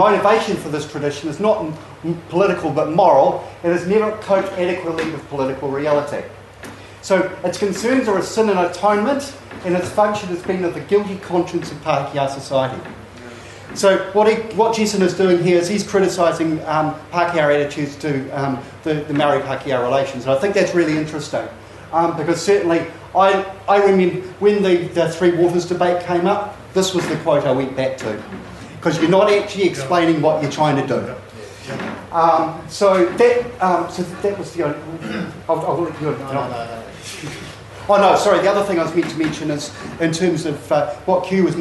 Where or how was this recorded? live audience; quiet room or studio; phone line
live audience